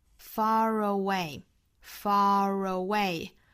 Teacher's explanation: far 和 away 之间的连读，也是要加一个小小的 r 的音哈